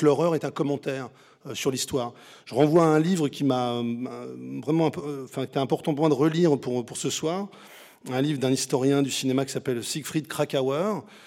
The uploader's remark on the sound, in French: je vous propose d'écouter cette conférence si vous n'avez pas pu y assister